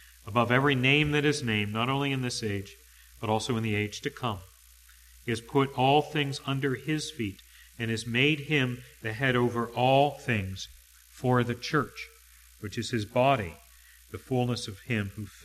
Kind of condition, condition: setting, large echoing room